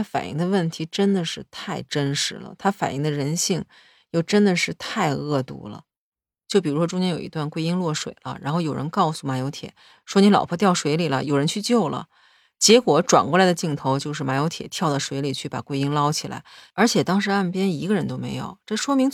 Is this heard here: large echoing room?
no